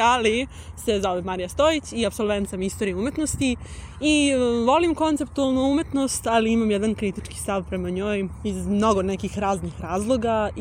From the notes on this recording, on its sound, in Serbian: Epizoda je snimana tokom našeg prolaska kroz izložbu gde komentarišemo sve što vidimo i iznosimo svoje utiske na licu mesta, a na kraju epizode utiske sumiramo u studiju. Sav zvuk korišćen u ovoj epizodi je snimljen tokom našeg obilaska i sastavni je deo izložbe.